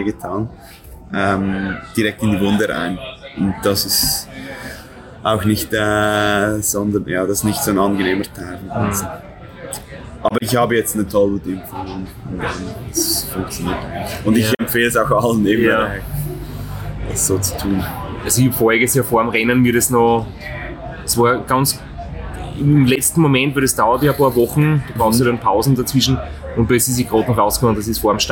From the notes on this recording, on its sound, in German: Keine Studio-Audioqualität bietet, dafür die Atmosphäre an der Bar im Zielbereich in Thessaloniki authentisch einfängt.